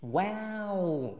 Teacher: 嘴巴张大，中间是 ow，要变圆